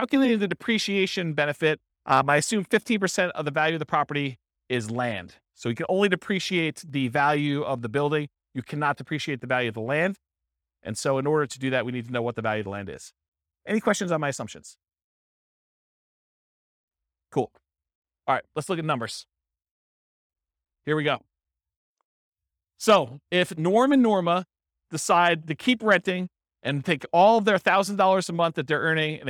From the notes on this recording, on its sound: This was a live class recorded